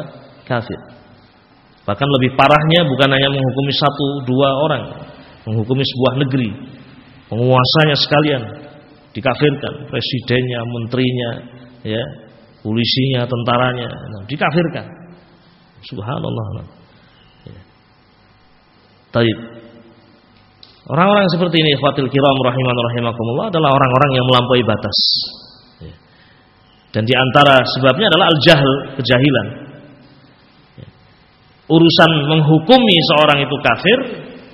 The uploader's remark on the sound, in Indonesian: Dari Masjid Ibnu Taimiyyah Sanggrahan, Grogol , Sukoharjo. File Audio 32kbps.